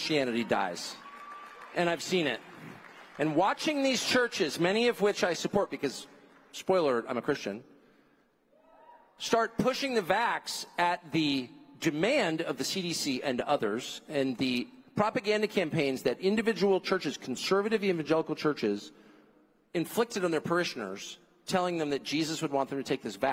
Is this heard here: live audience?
yes